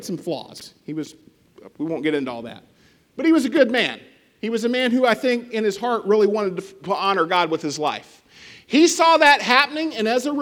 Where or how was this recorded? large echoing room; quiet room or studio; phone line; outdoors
large echoing room